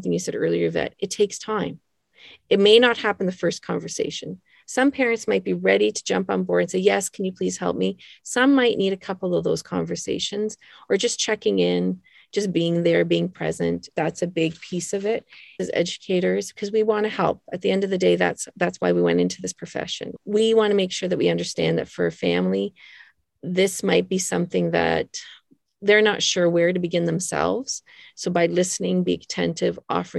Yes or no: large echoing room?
no